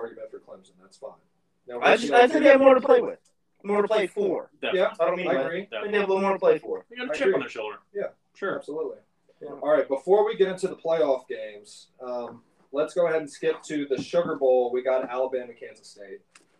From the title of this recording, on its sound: poor audio